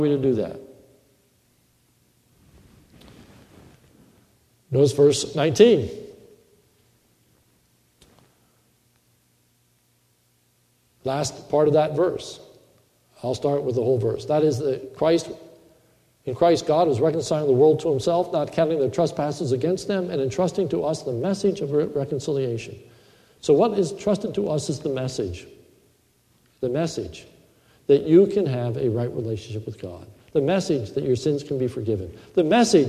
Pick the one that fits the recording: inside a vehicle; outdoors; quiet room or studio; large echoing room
large echoing room